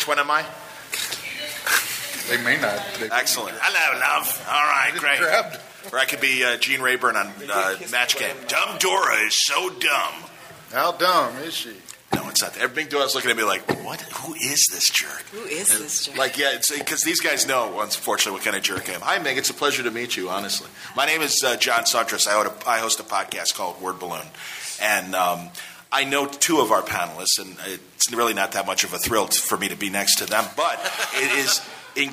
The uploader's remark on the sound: from Cincy Comiccon, a live sketch off and informal talk